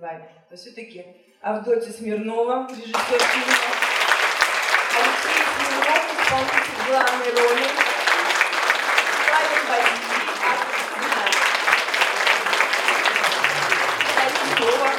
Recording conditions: live audience